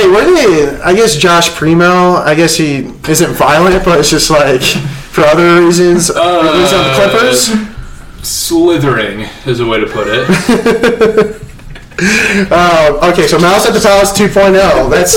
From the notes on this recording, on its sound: Not even the audio could handle the hot takes and unhinged comments that were said